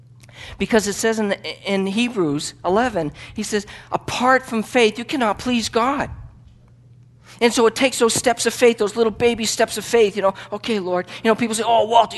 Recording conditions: large echoing room